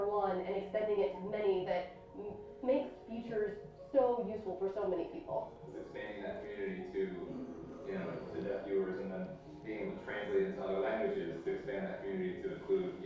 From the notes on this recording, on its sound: A talk at the 2018 Gaming Accessibility Conference